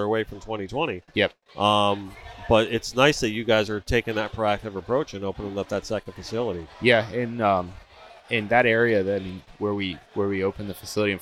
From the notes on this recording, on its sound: We go live from the gifting experience and have on various guests from the tournament.